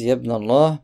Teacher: Ils disent Yabn Allah, sans le ha du nom de Allah.